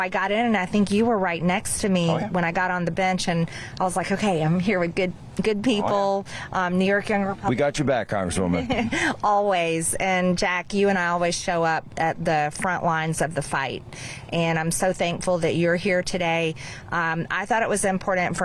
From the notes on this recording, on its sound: Live on the scene in New York City. From the protests at Collect Pond Park.